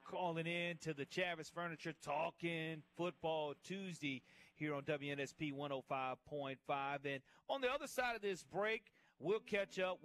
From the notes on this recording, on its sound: Live from Hancock Whitney.